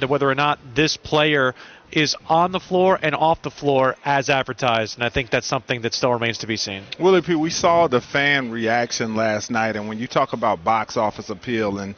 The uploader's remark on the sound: joins the guys live at Spectrum Center